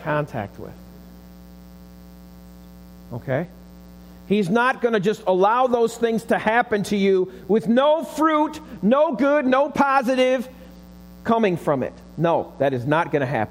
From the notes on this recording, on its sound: Recorded live at the Alabama Full Gospel Fellowship church. 5329 Gravel Rd., Medina, New York 14103.